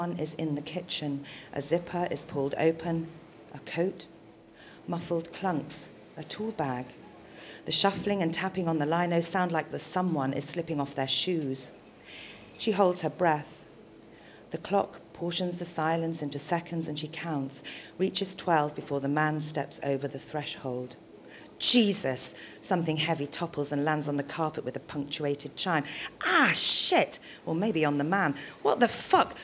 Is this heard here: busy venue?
yes